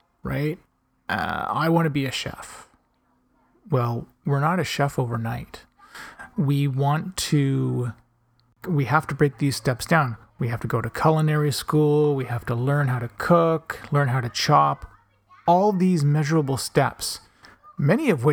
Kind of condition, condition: fault, sounds in the background